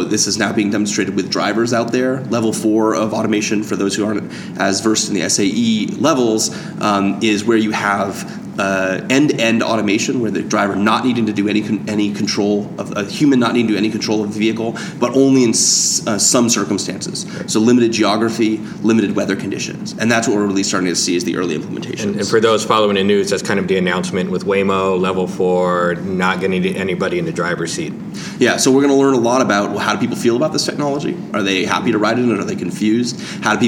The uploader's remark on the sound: Live from TRB